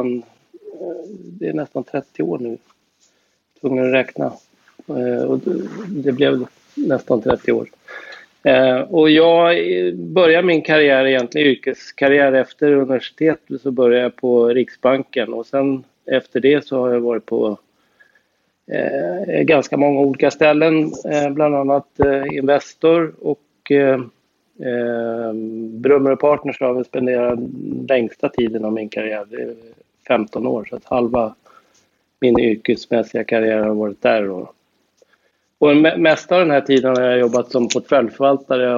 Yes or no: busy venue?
no